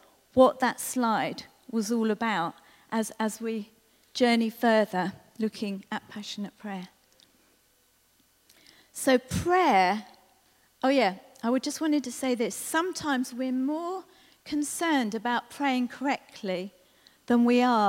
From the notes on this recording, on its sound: This was recorded at Skylark Church on 22nd September 2019.